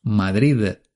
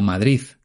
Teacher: los madrileños no decimos Madrid terminado en D, sino Madrid terminado en Z · Shown in: second take · Es algo que hacemos de manera inconsciente.